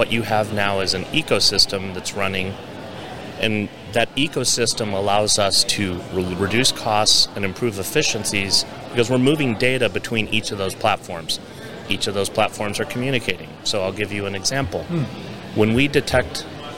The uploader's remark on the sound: We're onsite at Accruent Insights. We're onsite at Accruent Insights.